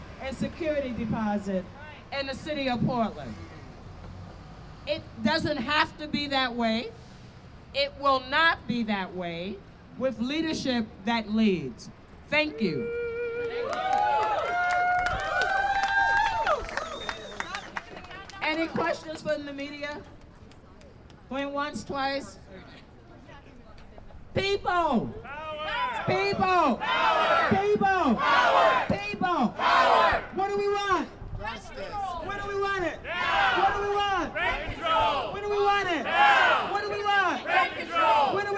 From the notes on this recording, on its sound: This episode is a record of this press conference and is shared in its entirety. PORTLAND,OR.